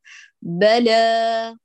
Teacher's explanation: بل بشكل عمودي، ثم صاعد الصوت إلى الأعلى وليس أفقيا، لا بشكل عمودي يتصاعد تدريجيا إلى الأعلى، بلا، ولسانك في وضع الراحة، بتقل عندك الإمالة أو تذهب.